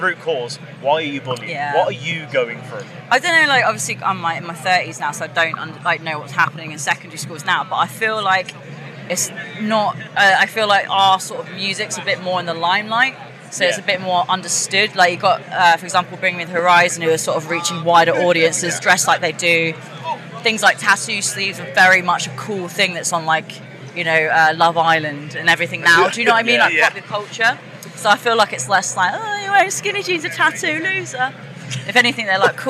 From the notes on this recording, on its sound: Live from Bloodstock 2023